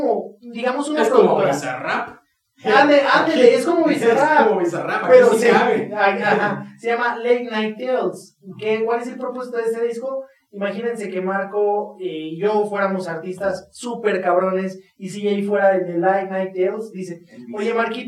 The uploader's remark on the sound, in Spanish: una disculpa muy grande por la calidad del audio en este episodio, la verdad es que tenemos unos micrófonos nuevos y no los sabemos usar